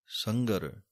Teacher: ਨਾ ਤਾਂ ਘੱਗਾ ਬੋਲਣਾ ਹੈ ਪੂਰਾ, ਅਤੇ ਨਾ ਹੀ ਗੱਗੇ ਦੀ ਆਵਾਜ਼ ਦੇਣੀ ਹੈ, ਮਿਕਸ ਜਿਹਾ ਬੋਲਣਾ ਹੈ